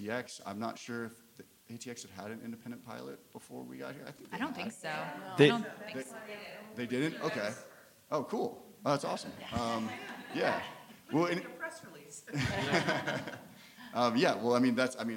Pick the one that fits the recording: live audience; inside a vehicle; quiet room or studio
live audience